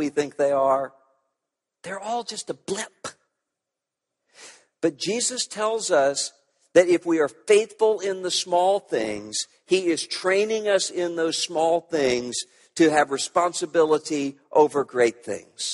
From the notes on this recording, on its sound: At the Evangelicals for Life Conference